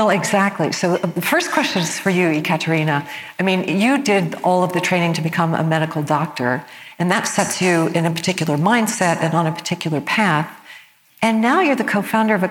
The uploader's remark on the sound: Panel Conversation. This was recorded on the main stage at the 2019 CNS Summit which was held in Boca Raton, Florida.